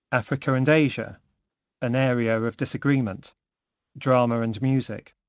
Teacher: English speakers often insert an unnecessary R between two vowels in adjacent words. · Term: Vowel hiatus